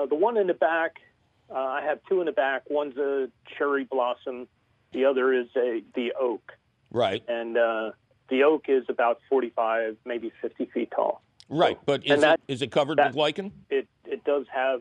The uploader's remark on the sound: From the 2020 pandemic archives. Your Fabulous Phone Calls!